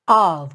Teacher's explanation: sempre vai soar of, como se fosse um O com acento agudo e V · Term: som de OV